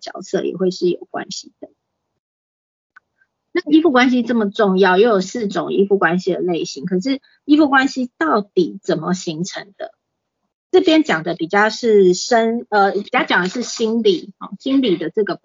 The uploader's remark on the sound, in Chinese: 講座錄音。此為線上課程錄音檔！